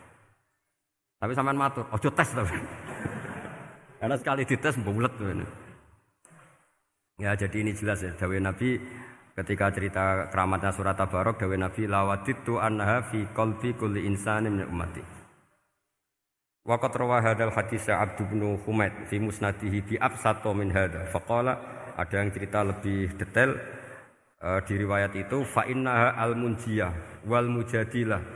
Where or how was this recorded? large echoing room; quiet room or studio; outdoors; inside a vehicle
large echoing room